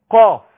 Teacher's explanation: عندما اقول قاف فيها جهر، فيها وضوح، فيها ظهور